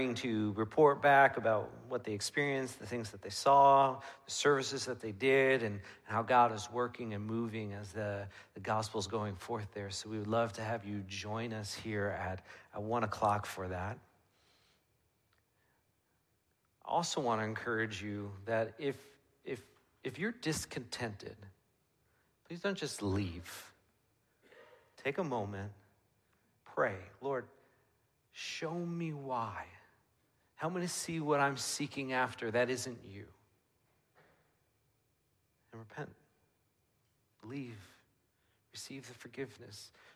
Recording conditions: large echoing room